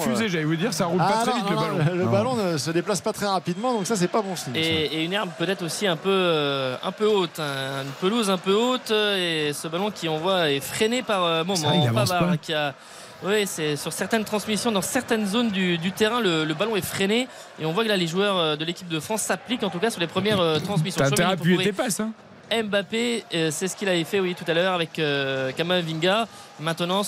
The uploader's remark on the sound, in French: en direct du stade de l'Algarve à Faro